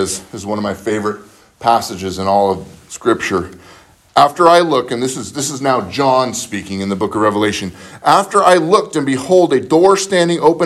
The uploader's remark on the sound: spoken at Living Word Lutheran Church in Graham Washington